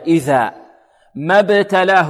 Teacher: الذال هنا من منتهى طرف اللسان مع منتهى طرف الثنايا العليا